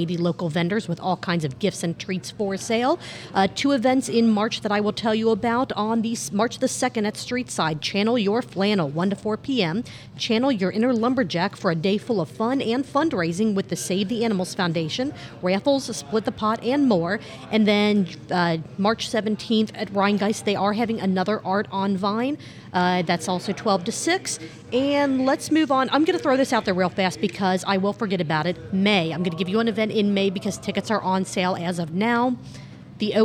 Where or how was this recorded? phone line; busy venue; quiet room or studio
busy venue